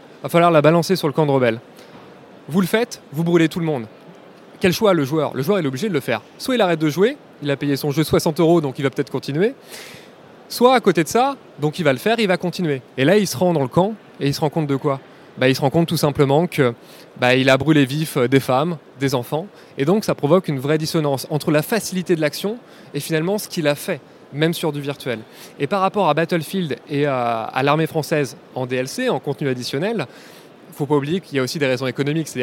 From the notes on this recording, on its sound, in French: Ce podcast a été enregistré en direct à l'occasion d'une table ronde à la Fabrique défense.